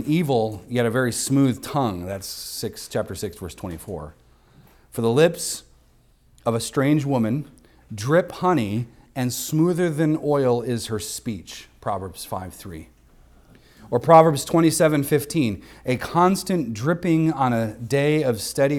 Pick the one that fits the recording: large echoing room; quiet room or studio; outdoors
large echoing room